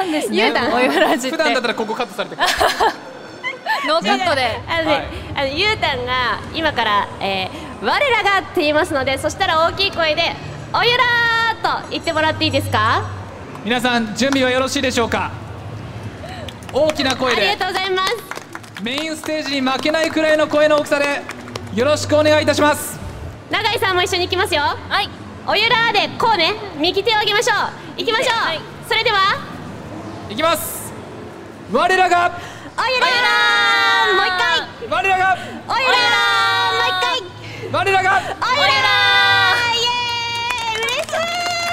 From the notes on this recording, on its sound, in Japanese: おゆらじ公開収録！公開収録、出演者もスタッフもとっても楽しかったです。